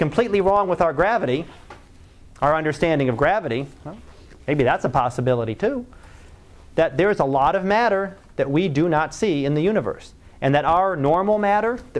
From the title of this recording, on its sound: Live Class Lecture